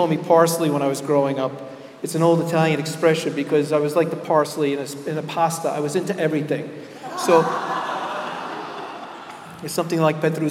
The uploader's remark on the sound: Keynote Address at MLP Conference, Rochester, NY